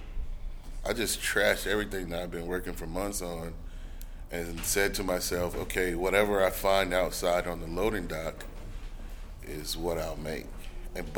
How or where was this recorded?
busy venue